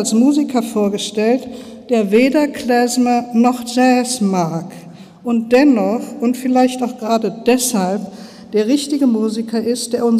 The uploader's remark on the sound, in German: Mitschnitt der Eröffnung Ausstellung radical jewish culture in Berlin